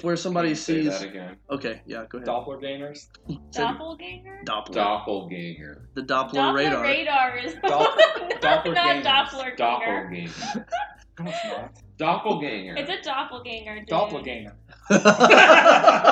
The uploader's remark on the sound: Minor audio quality issues.